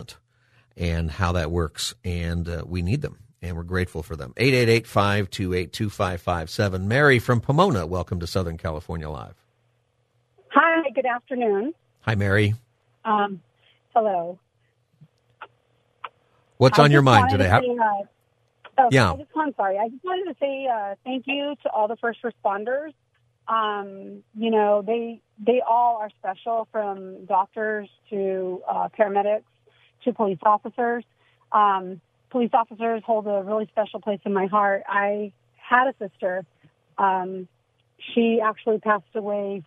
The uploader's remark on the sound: Callers call in and give thanks to their local police department and first responders.